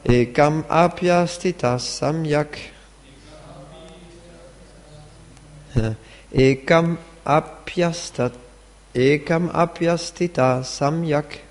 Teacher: so api astita becomes apyastita. This is sandhi.